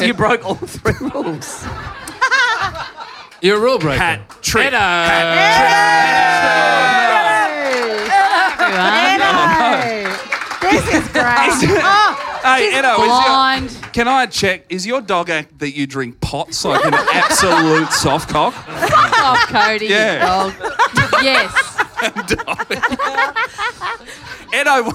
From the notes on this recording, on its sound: Ripper live ep